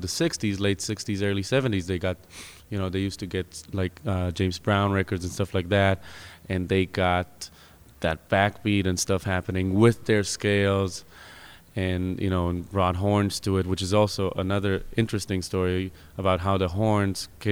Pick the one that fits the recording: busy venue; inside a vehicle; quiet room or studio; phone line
busy venue